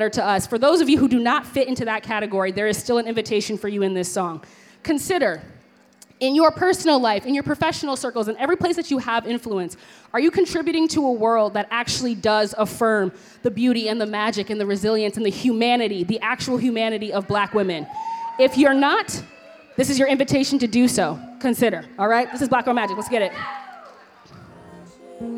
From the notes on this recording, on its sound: Mid West Music Fest 2023. Live from Mid West Music Fest. The Live Feed is produced by KQAL FM on the campus of Winona State University.